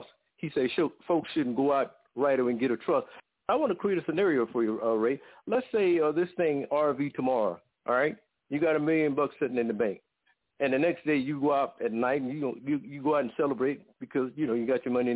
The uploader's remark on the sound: Conference Call